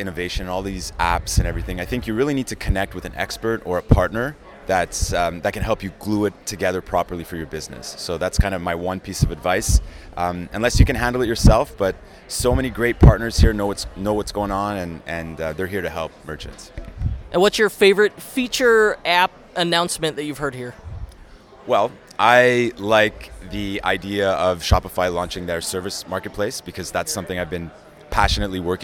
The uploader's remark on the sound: Live at Shopify Unite 2018